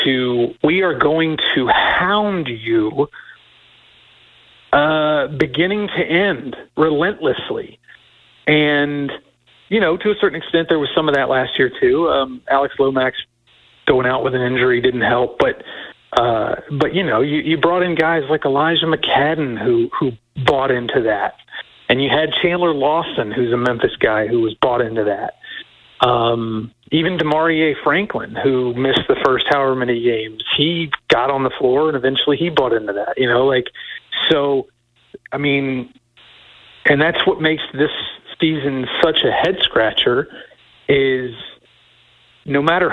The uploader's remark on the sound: via the phone